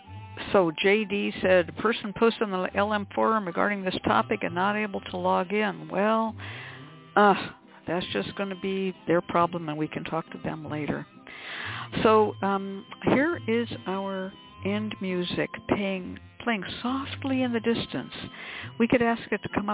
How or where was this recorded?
phone line